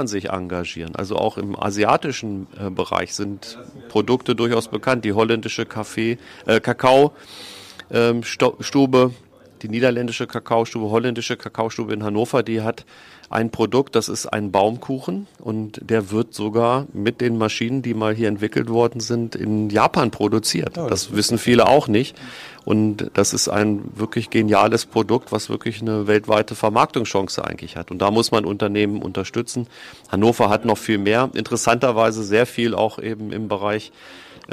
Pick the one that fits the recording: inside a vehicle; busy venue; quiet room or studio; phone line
busy venue